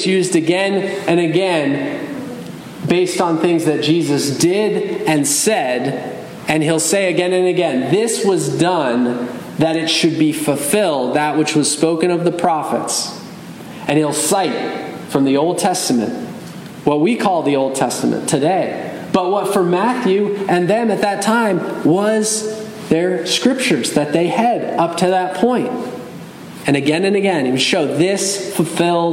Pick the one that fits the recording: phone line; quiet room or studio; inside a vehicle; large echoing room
large echoing room